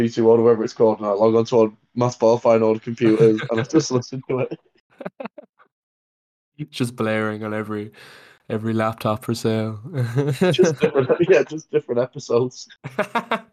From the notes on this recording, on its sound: we recorded this one remotely